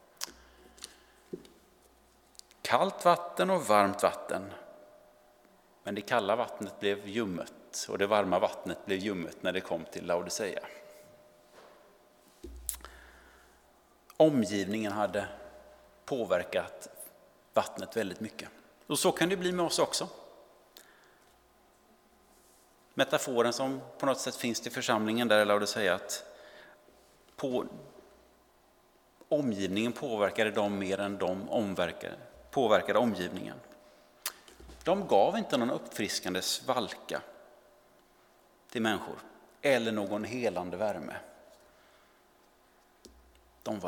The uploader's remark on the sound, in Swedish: Inspelning från Immanuelskyrkan Skövde.